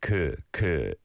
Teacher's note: It's a light vowel sound, not an oo.